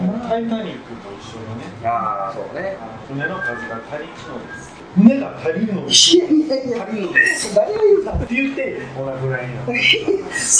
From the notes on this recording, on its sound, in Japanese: 今回もカラオケボックス収録が音源ですので、ちょっと聞きづらいかもしれません